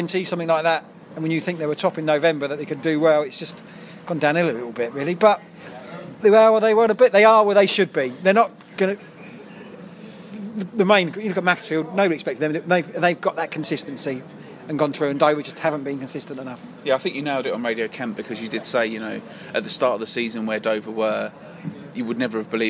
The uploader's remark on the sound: took up residence in their favourite beer garden for the third time to do a live record